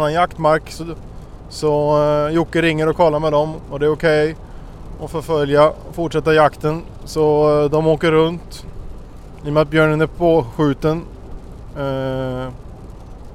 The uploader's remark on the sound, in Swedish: Har varit på björnjakt i Jämtland. Hade med sig ljudinspelaren dit så ni kommer få höra intervjuer med björnskyttar och hundförare.